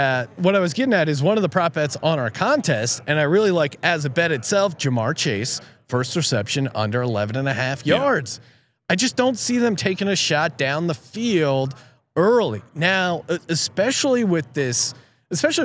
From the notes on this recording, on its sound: broadcasting live again from Super Bowl Radio Row